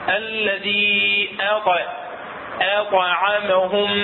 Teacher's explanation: الهمزه مرققه، الطاء المقلقله مفخمه · Term: التفخيم